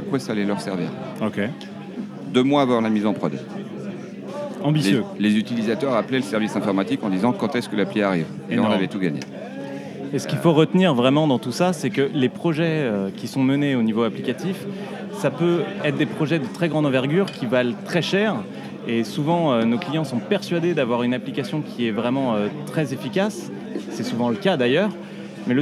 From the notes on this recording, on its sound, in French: enregistré au Renoma Café (avenue George V)